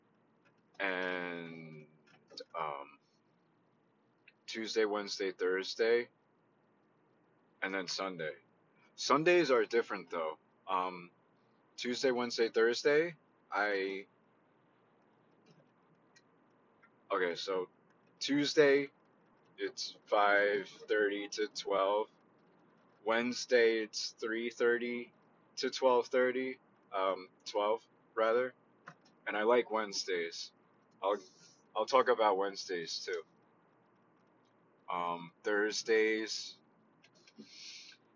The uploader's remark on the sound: I love/hate driving while doing this because of the company on the road and not being focused on whats going on but its relaxing when you block it out.